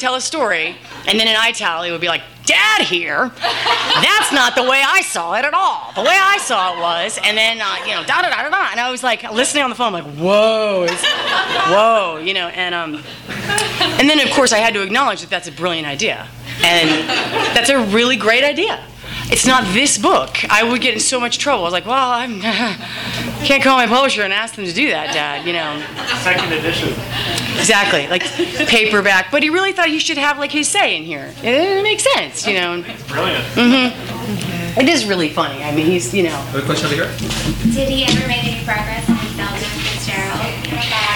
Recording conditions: live audience